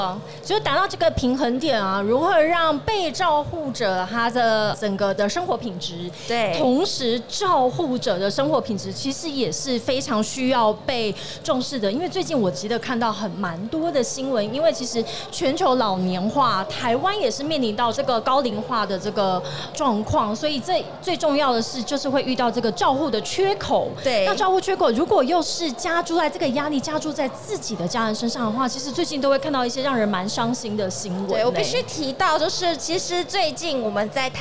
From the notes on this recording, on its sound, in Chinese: 2022 Medical Taiwan台灣國際醫療暨健康照護展 -Live Podcast。